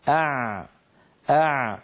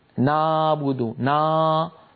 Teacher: عندما ننطق حرف العين الحرف الأول فإن لسان المزمار يعود إلى الوراء كثيرا وتتضيق الفتحة الباقية التي يمر منها الصوت · Shown in: first take · Term: العين الفصيحة